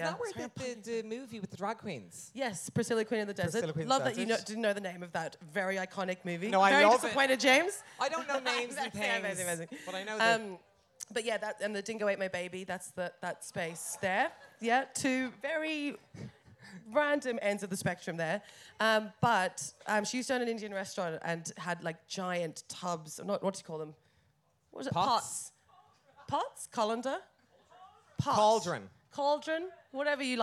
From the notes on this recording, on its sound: Recorded in front of a live audience at All Together Now 2022.